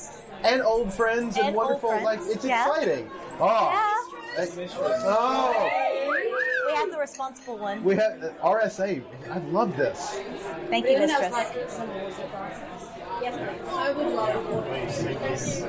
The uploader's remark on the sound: Live at Between Friends Wine Bar. Visit Between Friends Wine Bar in Melbourne and record a live podcast!